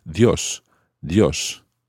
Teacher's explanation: the combination of I-O normally is pronounced as one syllable